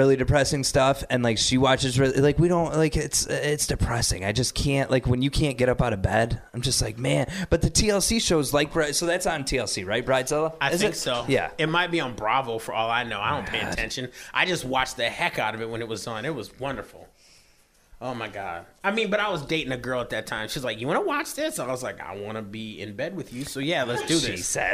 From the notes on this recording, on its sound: This episode was recorded at Cooley Law School Staduim in Lansing.